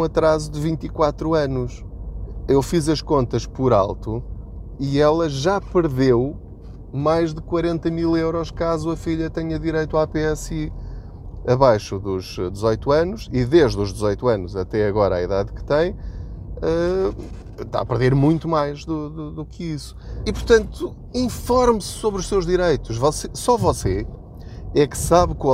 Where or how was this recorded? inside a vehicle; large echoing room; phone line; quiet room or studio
inside a vehicle